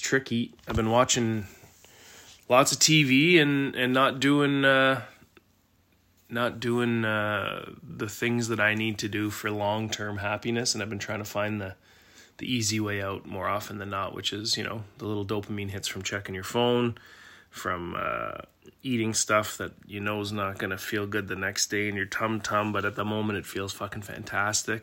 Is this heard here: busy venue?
no